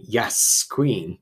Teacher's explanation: One of the sounds which is typical of gay voice is a more prolonged use of sibilant S sounds, as in yes, queen.